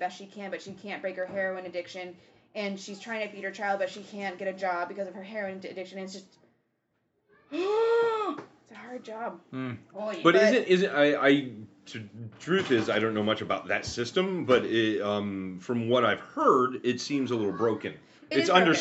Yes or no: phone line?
no